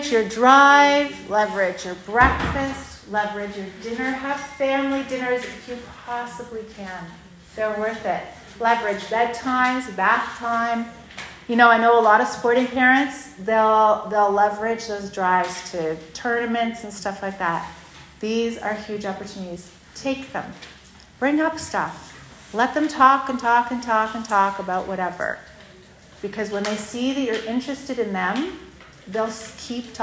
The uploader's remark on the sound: Today’s Episode is a Workshop from Heart Conference Ottawa 2023.